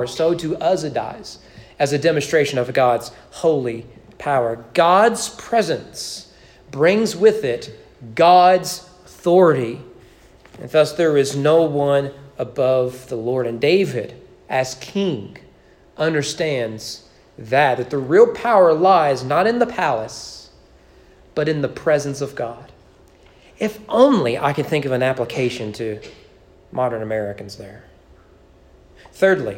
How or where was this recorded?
large echoing room